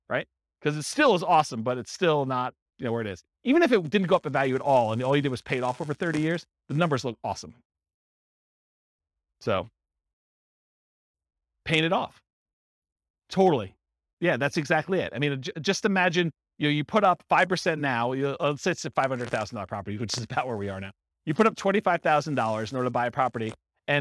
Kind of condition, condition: setting, live audience